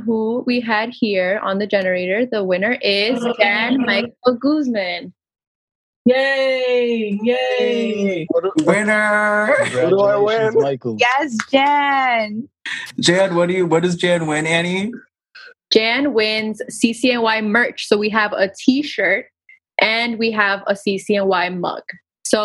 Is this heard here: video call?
yes